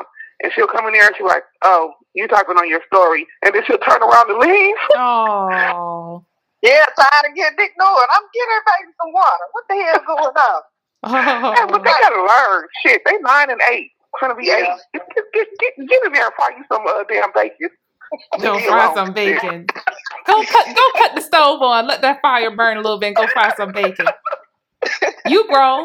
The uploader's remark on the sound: 3 Way Writers Call. On the phone interviewing authors.